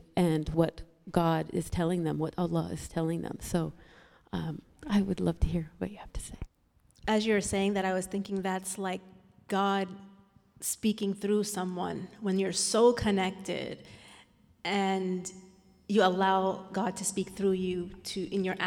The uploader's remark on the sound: answer questions from the congregation